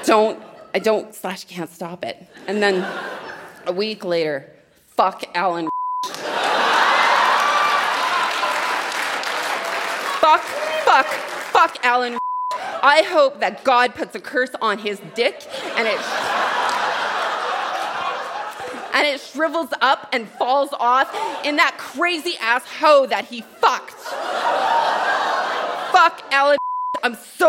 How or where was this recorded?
live audience